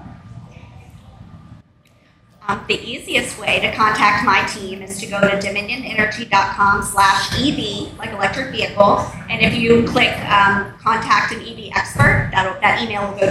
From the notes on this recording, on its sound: A special recording LIVE from the Electric Vehicle Fall Festival